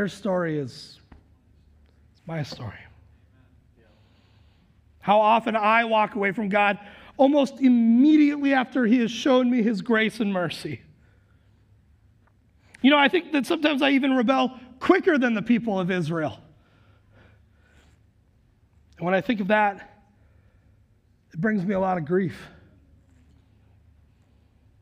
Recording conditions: large echoing room